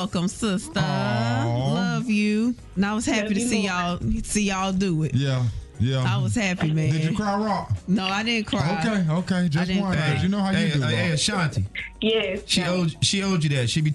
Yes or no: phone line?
yes